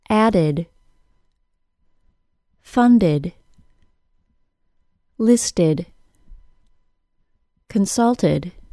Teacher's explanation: the ED ending is never stressed. Listen to the short I sound, I, in the ED ending of the following words.